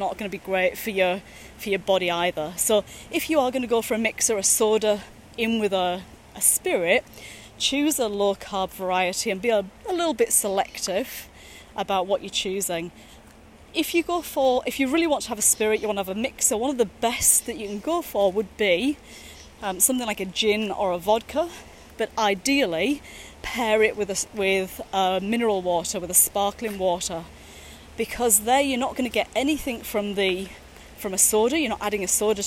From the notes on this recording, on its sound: a series of short podcasts recorded during daily walks